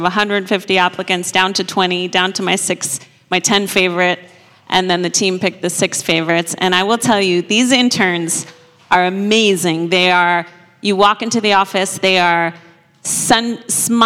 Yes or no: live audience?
yes